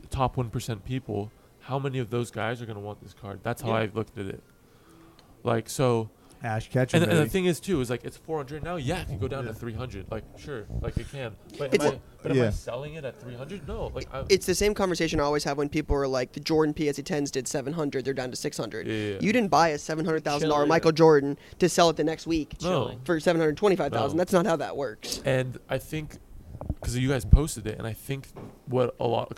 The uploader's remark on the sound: Live From The Dallas Card Show